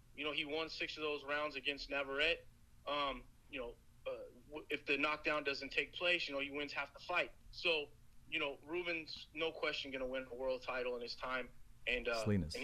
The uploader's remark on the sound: on the phone with The Fighter's Voice